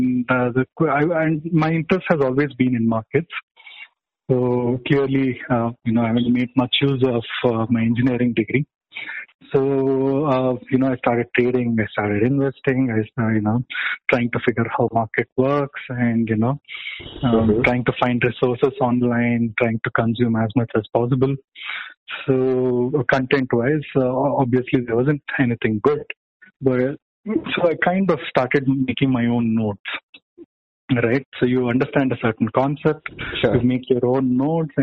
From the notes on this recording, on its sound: this is very raw, recorded over a phone call